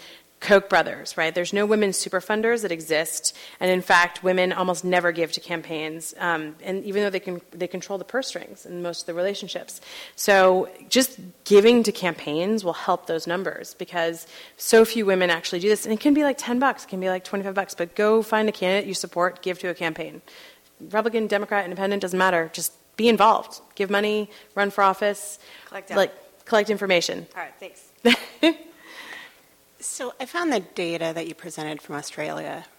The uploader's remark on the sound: at Town Hall Seattle